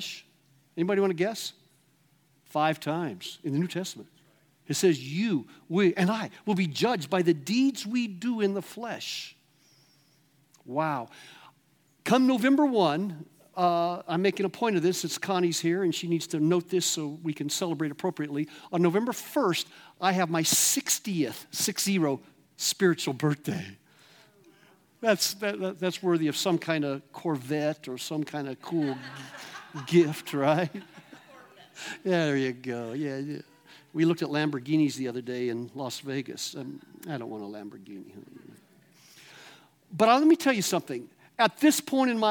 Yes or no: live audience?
yes